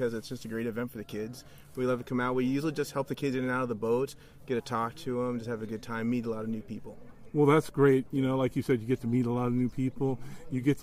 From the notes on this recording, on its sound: Live at C.A.S.T for Kids Hagg Lake Gaston Or. We are live at 2022 C.A.S.T for Kids event. It was held at Hagg Lake Gaston Or.